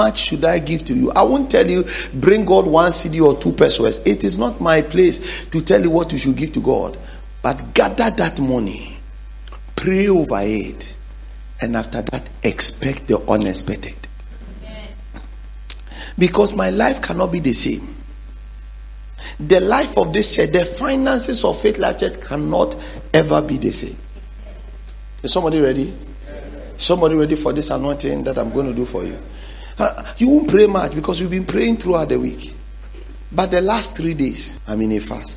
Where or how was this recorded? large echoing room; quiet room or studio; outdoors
large echoing room